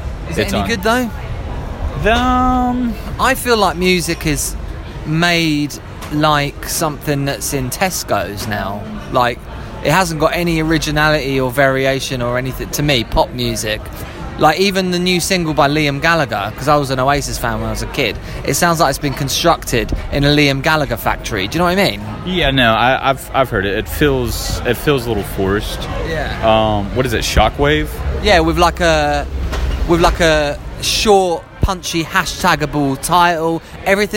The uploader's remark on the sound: Join us on location at Corazon restaurant in London for what are rumoured to be the best tacos in town..